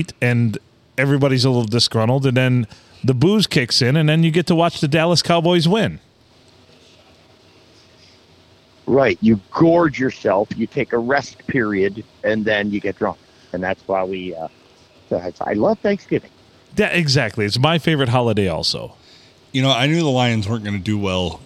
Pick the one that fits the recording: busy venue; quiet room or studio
busy venue